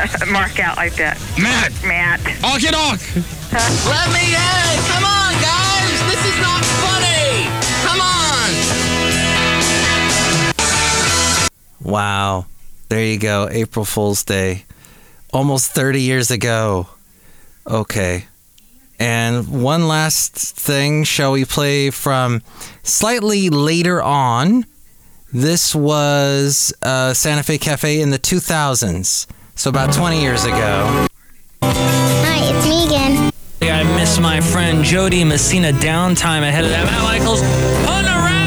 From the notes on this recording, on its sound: podcasts live from Cafe Anyway